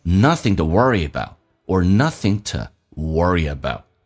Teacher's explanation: 这个 to 可以弱化成两种因为它前面是一个浊辅音的结尾可以弱化成 t 或弱化成 d